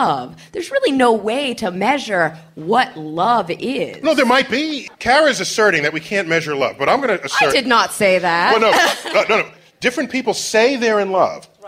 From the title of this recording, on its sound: Live at the Bell House